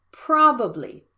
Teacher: And next, if we apply the rhythm rules here, probably has multiple syllables. You have to stress the first vowel, and the second vowel is a schwa.